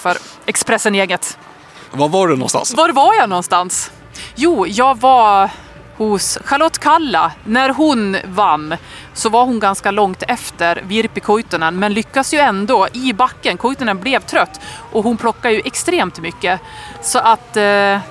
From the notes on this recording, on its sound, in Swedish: Vi summerar den sjätte etappen av Tour de ski, från målfållan i Val di Fiemme där snön vräker ner. Träffas av en snöboll mitt under inspelning (väldigt bra kast!).